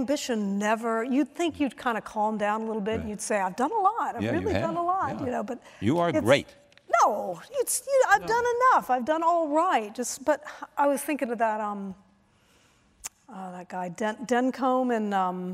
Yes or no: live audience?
yes